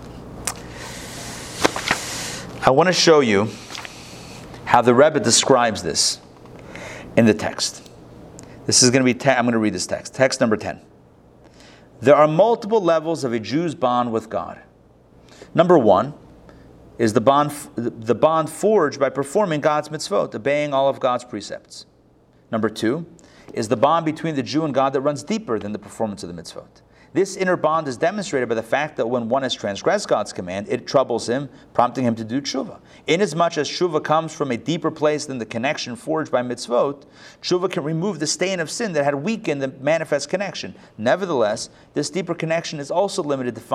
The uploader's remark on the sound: Recorded live at the Intown Jewish Academy.